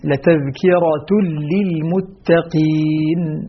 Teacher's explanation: لاحظ الإدغام الكامل هنا، التنوين مع اللام